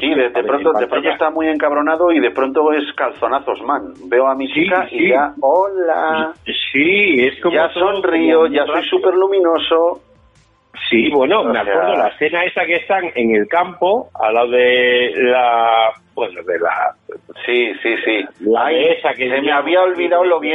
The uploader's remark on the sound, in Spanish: este audio derivado de una llamada telefónica común y espontánea